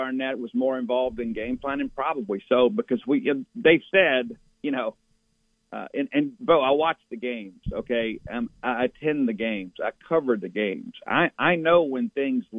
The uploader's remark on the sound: Joins the show on the Farm Bureau guest line talking about MSU heading into the Auburn game live in the BankPlus Studio.